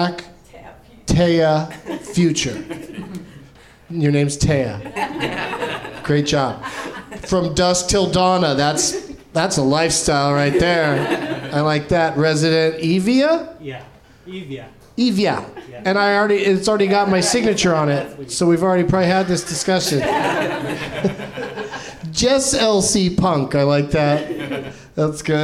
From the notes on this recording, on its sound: Live from the NerdMelt Showroom in LA